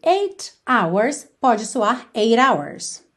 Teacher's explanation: Hours começa com H, não é vogal, mas esse H não é pronunciado. Então, o primeiro som que a gente tem da palavra hours é o som da letra O.